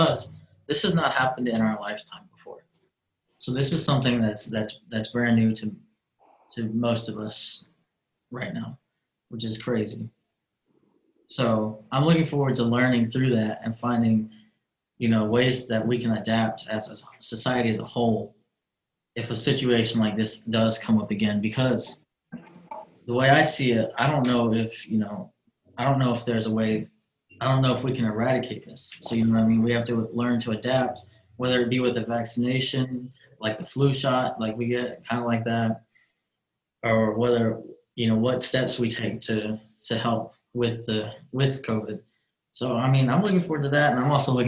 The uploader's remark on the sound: Talk through a zoom call.